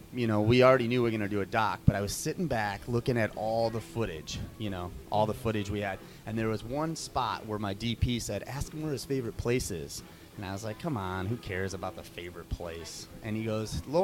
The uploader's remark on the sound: at the Kew Gardens Festival of Cinema Filmmakers Lounge at Ateaz Organic Coffee & Tea